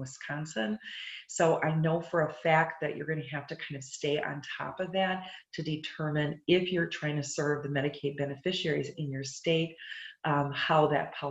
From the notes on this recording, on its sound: ZOOM Recording of Telehealth Now Presentation